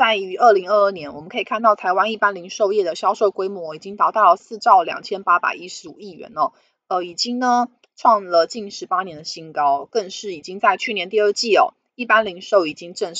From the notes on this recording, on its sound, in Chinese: 本集有些許雜音，已亟力避免，如有察覺請多多包涵